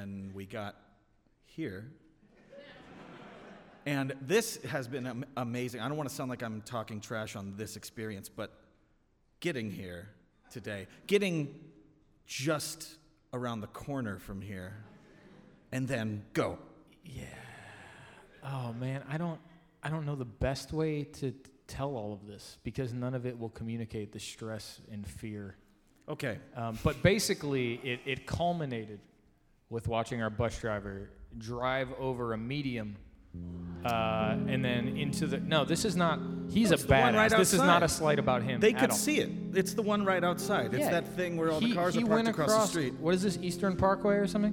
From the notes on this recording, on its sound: This episode was recorded on November 12th at Murmrr Theatre in Brooklyn, NY during the fourth stop of the Fossio et Satio tour.